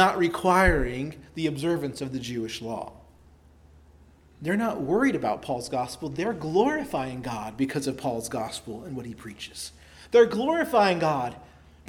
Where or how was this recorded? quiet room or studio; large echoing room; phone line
large echoing room